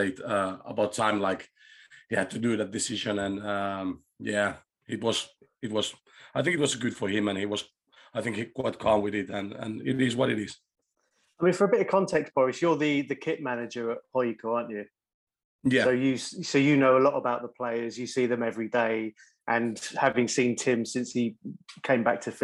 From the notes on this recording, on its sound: we decided to broadcast it as a Facebook Live video